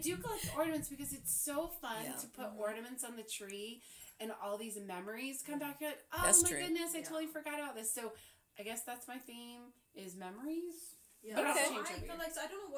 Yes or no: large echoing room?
no